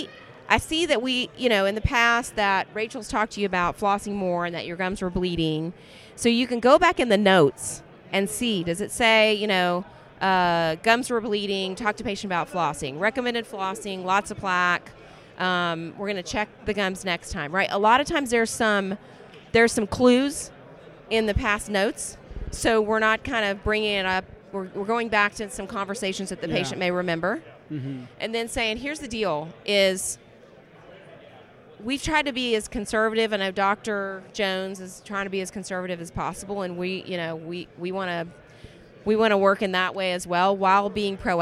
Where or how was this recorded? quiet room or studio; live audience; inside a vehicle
live audience